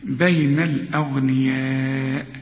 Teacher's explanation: الأغنياء، الأغ لا هنا تفخم، ولو إن الغين هنا في رابع درجات التفخيم لكن تفخم